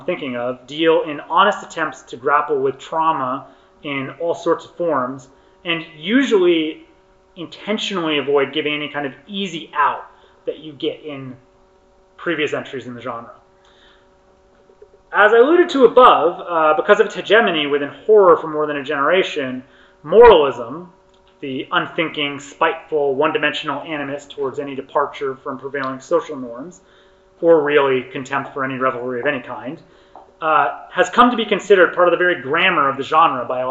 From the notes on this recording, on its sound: session recorded at Socialism 2022